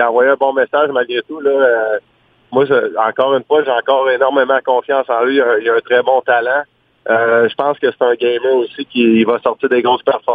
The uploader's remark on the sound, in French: Au bout du fil.